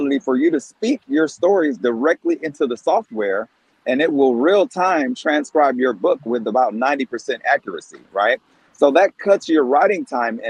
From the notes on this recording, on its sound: Enjoy this epic book launch audio recording on 2/22/2022.